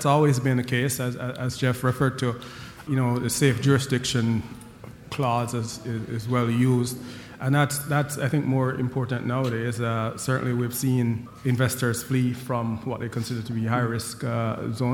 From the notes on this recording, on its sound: recorded live at The Northern Miner's Canadian Mining Symposium at Canada House in London, U.K., in April 2018